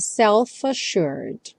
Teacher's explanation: E o self já junta com A, então self-assured.